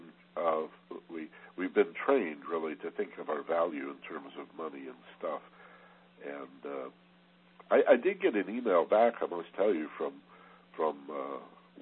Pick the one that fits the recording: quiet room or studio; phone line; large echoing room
phone line